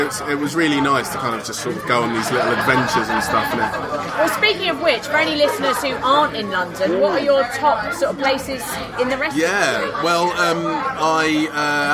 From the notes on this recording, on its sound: This episode was recorded at MEATliquor, who supplied all the food and lovely cocktails. We went to the East Dulwich branch because we're lazy.